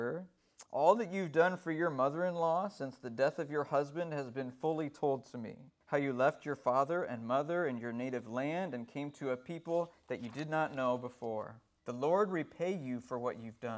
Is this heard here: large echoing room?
yes